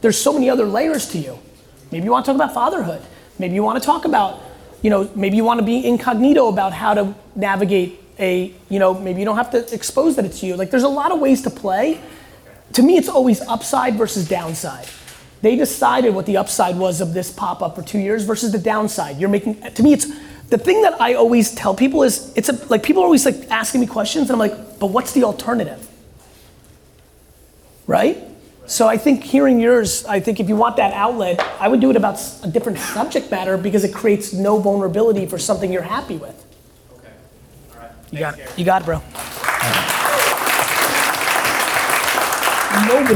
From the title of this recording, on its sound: KSwiss SP25 Launch Fireside Chat